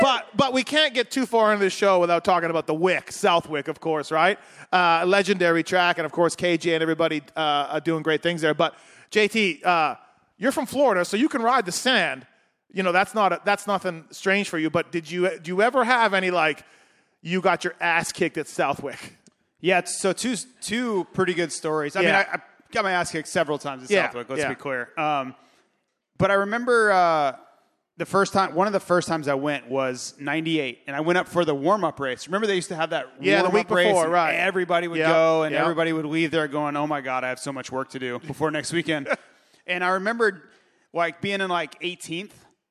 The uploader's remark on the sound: LIVE Pulpmx Show from Foxboro. Coming from the Marilyn Rodham Theater in Foxboro MA. Do a Fly Racing/Yamaha live podcast show.